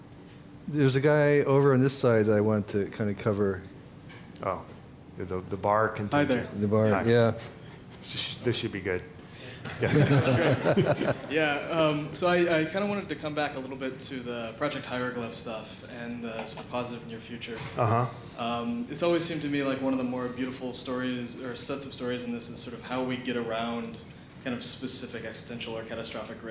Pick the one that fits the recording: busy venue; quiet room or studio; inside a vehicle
busy venue